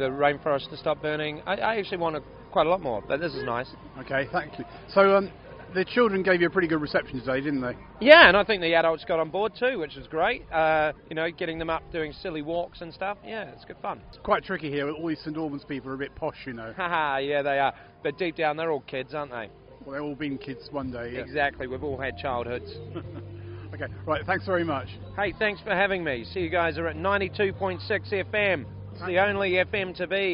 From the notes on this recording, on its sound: Meraki Festival Podcast 2019. With interviews from the festival.